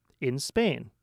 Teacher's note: So after in Spain, take a quick pause. Spain is emphasized because it is telling us key information.